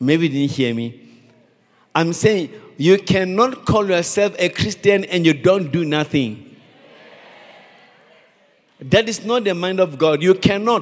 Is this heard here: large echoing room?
yes